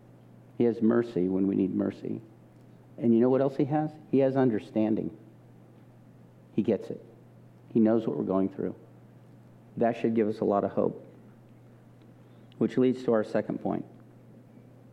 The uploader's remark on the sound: This message was recorded at a Sunday service